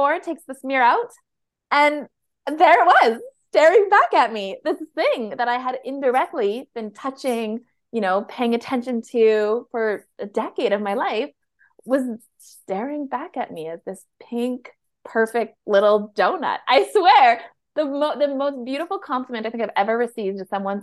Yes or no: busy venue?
no